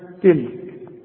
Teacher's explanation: تقلقلش ما تقولش تلك لا ده حرف من حروف الهمس ها تلك فيها همس والكلمة مرققة